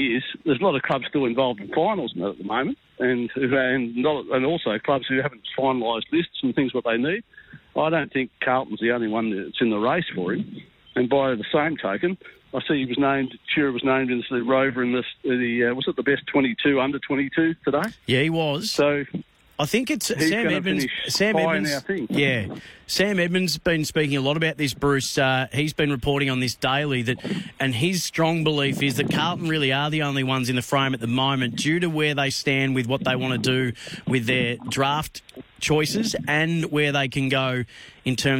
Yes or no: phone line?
yes